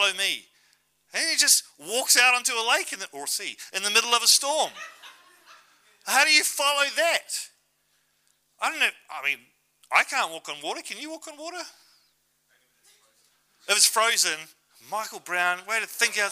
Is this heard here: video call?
no